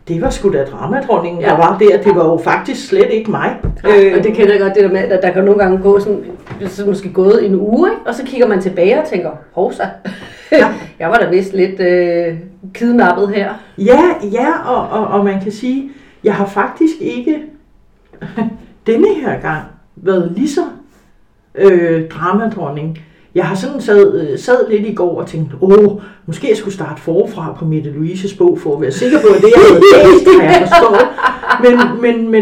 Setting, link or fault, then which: fault, poor sound quality